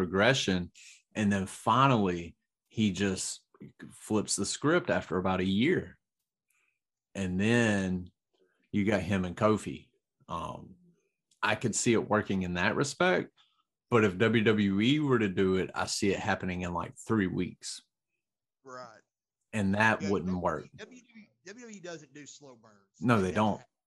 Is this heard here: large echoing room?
no